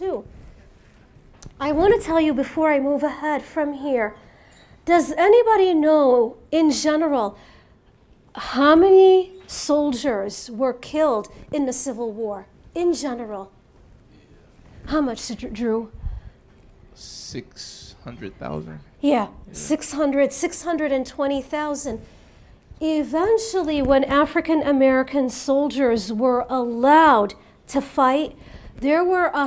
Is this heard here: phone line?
no